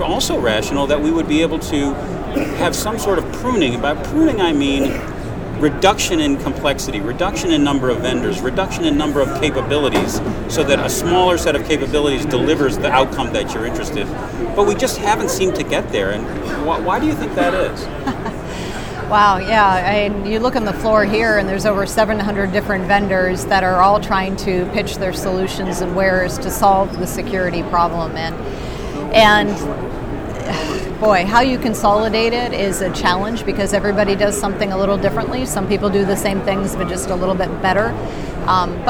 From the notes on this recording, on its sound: while both were at the RSA 2019 Conference